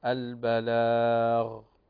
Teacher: الحروف التي يجري فيها الصوت، مثل كلمة الآن مر معنا البلاغ، لكن أنا بالغت حتى أوضح، لكن الصحيح البلاغ، فنجعل الصوت يجري في الغين وكذلك طبعا الغين من حروف التفخيم فتفخم الغين · Term: جريان الصوت